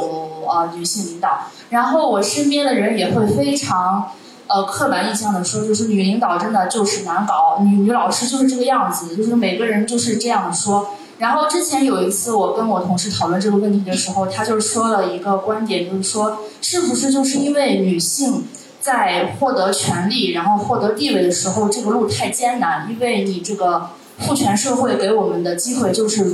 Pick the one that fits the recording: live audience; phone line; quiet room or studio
live audience